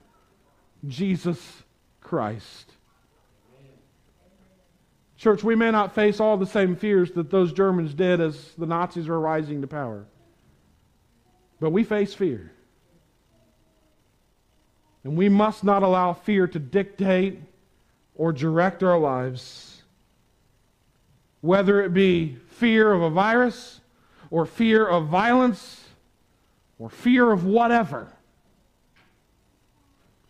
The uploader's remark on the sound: Preached on Sunday January 24, 2021 at the Tarrant Bible Methodist Church. Preached on Sunday January 24, 2021 at the Tarrant Bible Methodist Church.